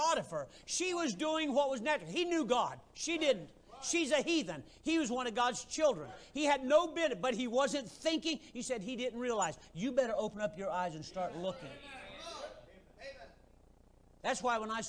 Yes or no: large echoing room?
yes